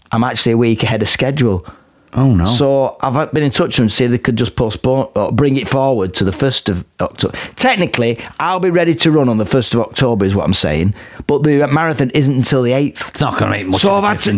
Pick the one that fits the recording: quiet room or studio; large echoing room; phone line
quiet room or studio